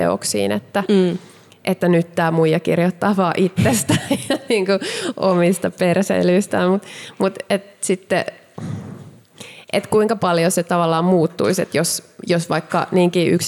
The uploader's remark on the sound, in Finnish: Maunula-talossa liveyleisön edessä